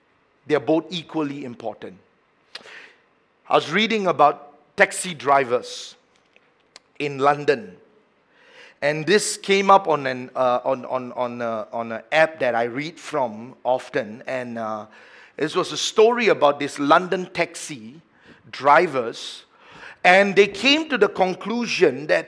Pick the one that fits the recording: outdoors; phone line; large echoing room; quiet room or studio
large echoing room